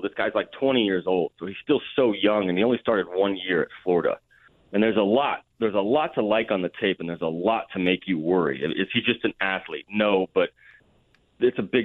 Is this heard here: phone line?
yes